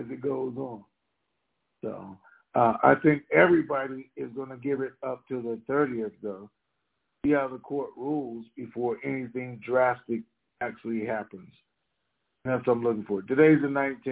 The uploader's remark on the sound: TNTSuperfantastic Conference Call